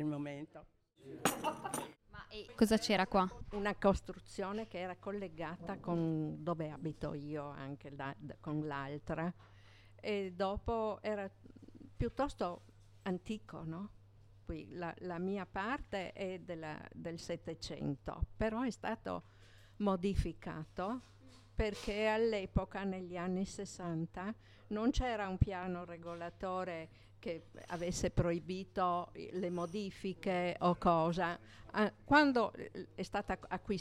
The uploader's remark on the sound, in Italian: Radio di Quartiere – Bar Piazzutta. Vi presentiamo il racconto audio dell’ultimo incontro a microfoni aperti della radio di quartiere del 2023!